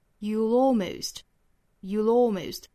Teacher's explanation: 非常轻非常弱的一个小的 l 的发音